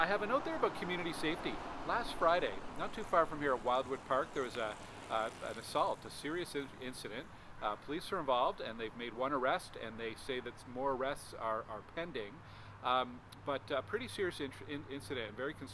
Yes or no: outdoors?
yes